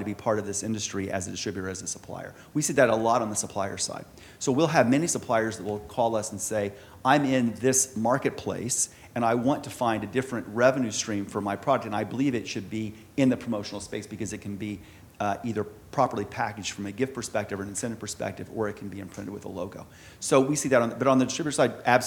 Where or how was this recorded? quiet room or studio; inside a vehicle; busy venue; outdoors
busy venue